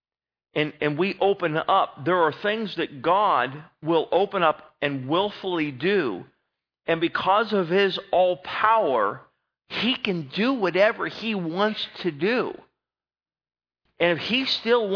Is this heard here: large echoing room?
yes